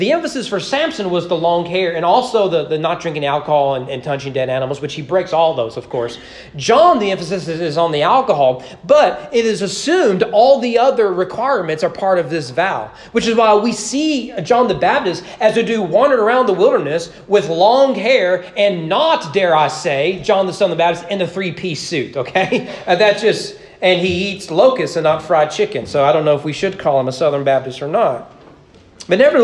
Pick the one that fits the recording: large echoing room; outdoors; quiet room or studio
large echoing room